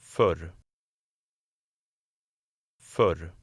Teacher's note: Before two consonants, the dotted O makes a shorter sound, something like the E in her.